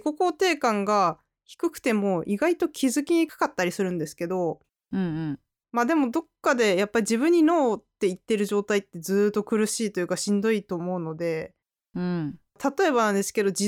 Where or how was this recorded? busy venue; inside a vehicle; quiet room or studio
quiet room or studio